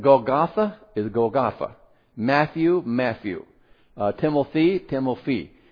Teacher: So anytime you have a TH in their Bible, it's F sound.